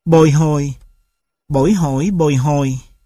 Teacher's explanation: Nhân đôi từ lái 2 tiếng nhưng biến đổi sao cho 2 tiếng đầu có thanh điệu thuộc âm vực cao, 2 tiếng sau mang thanh điệu âm vực thấp